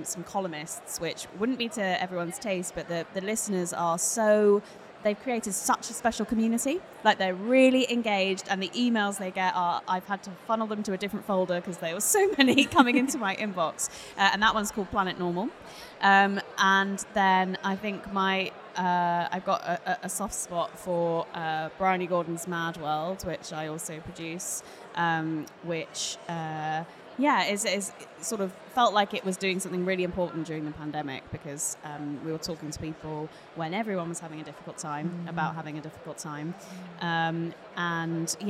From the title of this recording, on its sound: Live in London